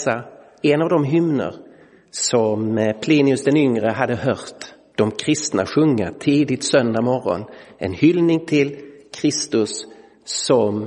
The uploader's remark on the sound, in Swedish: Inspelad i Roseniuskyrkan den 2 april 2023.